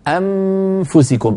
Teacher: لما قلت أنفسكم أيضا أخفيت النون عند الفاء بلطف جدا، وقد نبهت على هذا لما شرحنا أحكام النون، قلت أيها الإخوة لا تضغطوا بأسنانكم على الشفة السفلى لما تخفون النون عند الفاء، يعني لا يقول الواحد منا أنفسكم، إذا أقفلنا بقوة الأسنان على باطن الشفة السفلى يكاد الصوت يصير ميما، وتنوب الأسنان العليا مناب الشفة العليا في الإطباق على الشفة السفلى أنفسكم، يصير الصوت كأنه ميم، بينما يكون من غير الضغط، ثم لما نصل إلى الفاء نضغط فو فو، فالضغط عند الفاء.